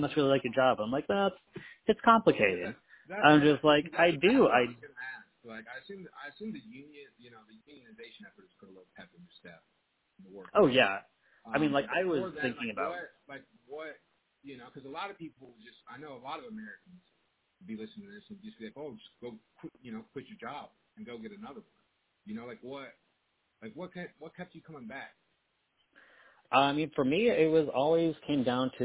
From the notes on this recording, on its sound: We had some technology issues with this one, which led to us broadcasting for a third time via our phones. Due to the difficulties, I did not give the man a proper intro as I was sweating bullets trying to figure out how to record a podcast over the phone.